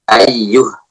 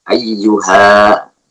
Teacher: ketika wakaf, wakaf dengan suara H yang sukun. · Shown in: first take · Ayyuh. Tidak wakaf dengan alif.